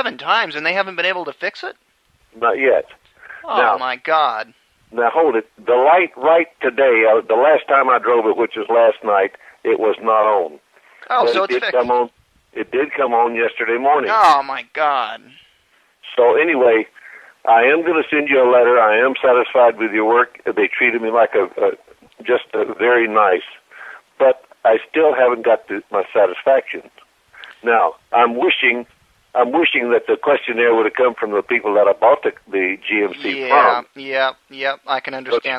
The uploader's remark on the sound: Prank Phone Calls